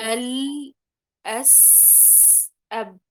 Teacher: إذن أول شيء حرف السين ثم اللام ثم الباء هو الأطول، فالسين هو الرخاوة والباء هو الشدة والحرف اللام هو التوسط